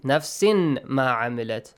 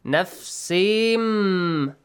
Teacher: Nasal sound. A ghunna sound, and also two counts, two beats. · Shown in: second take